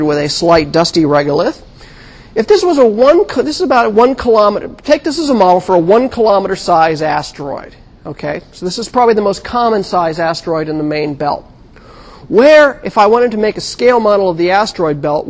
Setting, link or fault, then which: setting, large echoing room